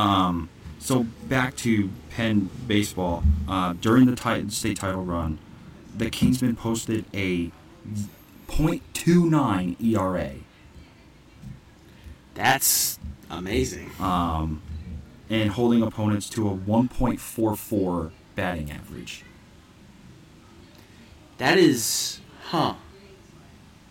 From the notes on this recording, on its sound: live from Potato Creek State Park for the 23rd Annual CCF Church Campout